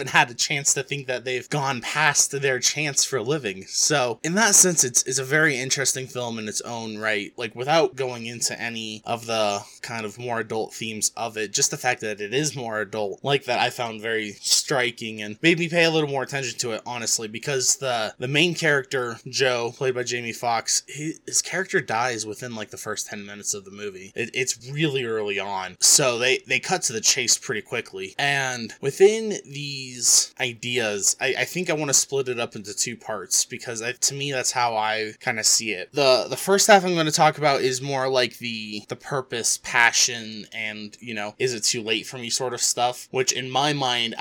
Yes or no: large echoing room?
no